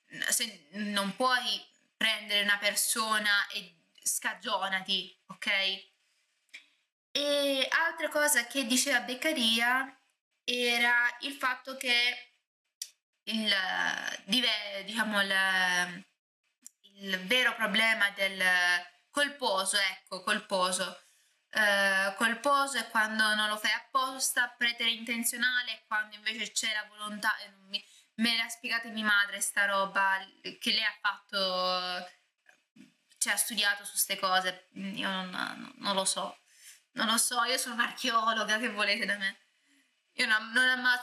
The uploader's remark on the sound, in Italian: l'audio problematico mi scuso anticipatamente